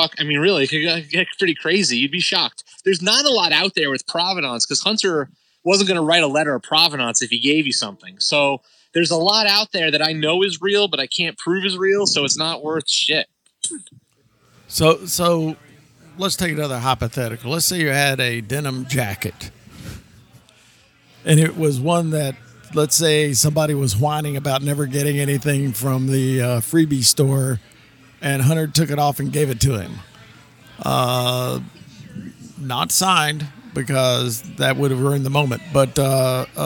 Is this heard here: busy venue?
yes